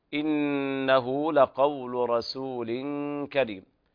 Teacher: إنه حرف أغن مشدد، والغنة هنا كاملة